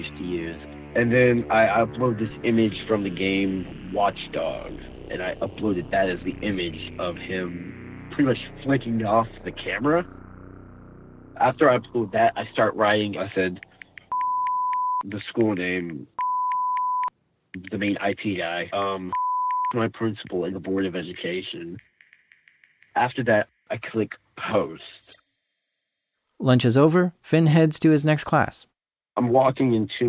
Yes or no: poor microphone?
no